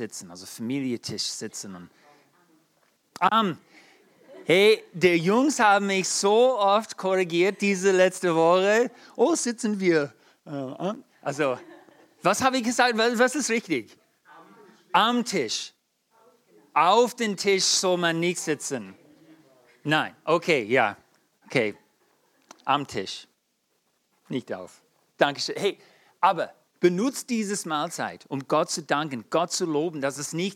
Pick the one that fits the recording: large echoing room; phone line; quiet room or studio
large echoing room